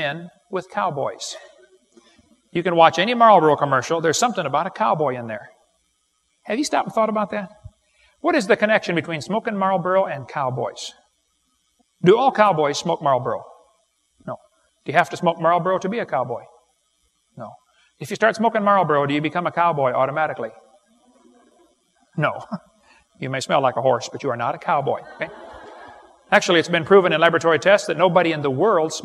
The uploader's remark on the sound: This is the first part of the Age of the Earth seminar. This is recorded live and was recorded several years ago.